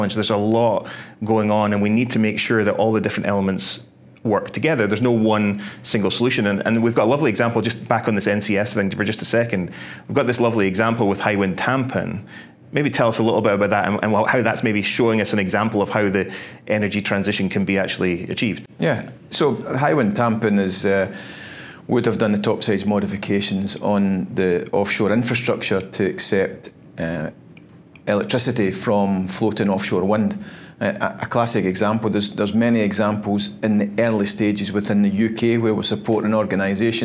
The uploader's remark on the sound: Reflections from CERAWeek 2023. Recorded live at CERAWeek.